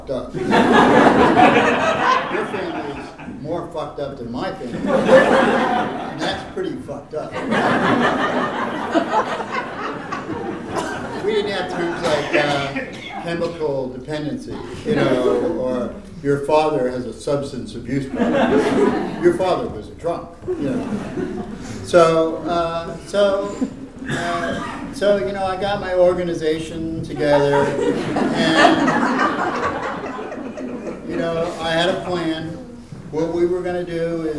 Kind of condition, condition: setting, live audience